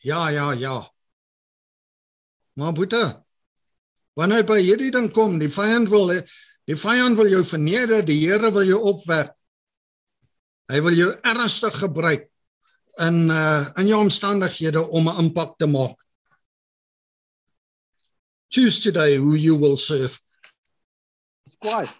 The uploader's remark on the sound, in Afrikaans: Zoom Byeenkoms 23 Junie 2022